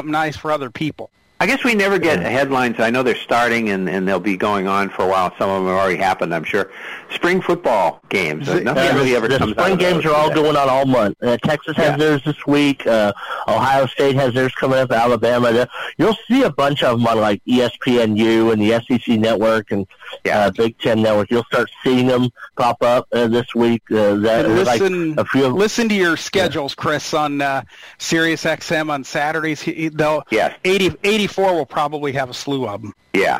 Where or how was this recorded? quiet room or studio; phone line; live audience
phone line